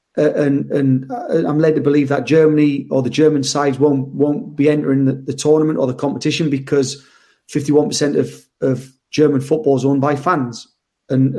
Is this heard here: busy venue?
no